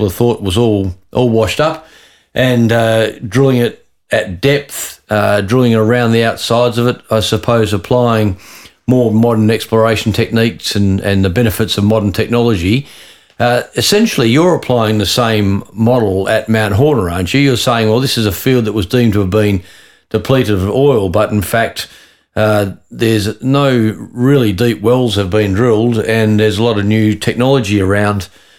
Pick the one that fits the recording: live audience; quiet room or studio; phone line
quiet room or studio